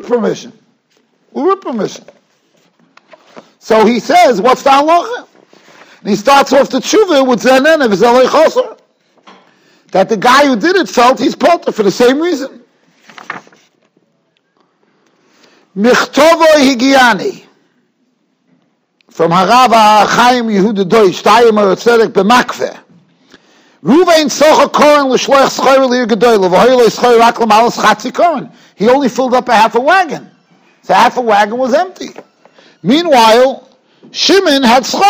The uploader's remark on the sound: Shiur recorded in Yeshivas Ohr Reuven, Monsey, NY.